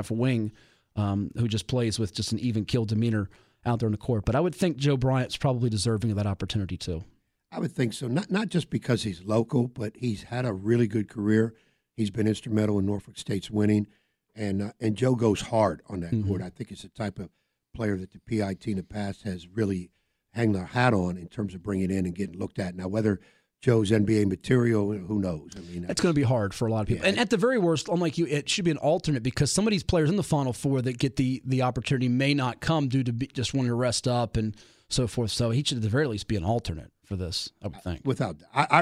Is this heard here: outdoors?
no